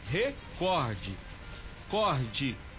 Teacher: com acentuação tônica na sílaba cor, sendo uma palavra paroxítona